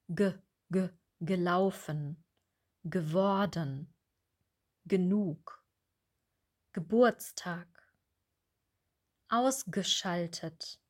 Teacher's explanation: diese Vorsilben werden nie, nie, niemals betont. G und b erhalten keinen Akzent.